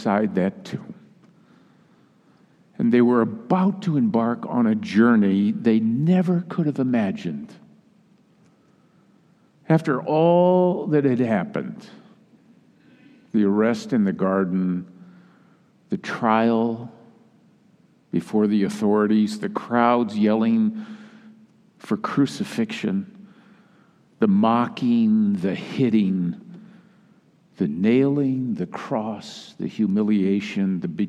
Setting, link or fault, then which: setting, large echoing room